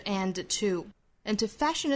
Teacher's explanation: lay 和 upon 连读也是加耶的跟这个 my advice 是一样的啊，加耶 lay upon you 后面 And to fashion 这个 and 和 to 弱读我们说到虚词弱读并不是只是元音变化这么简单哈，一定是在这个时间长度上更短用的力气呢也更弱音量也更小很快过渡到后面你想要强调的实词上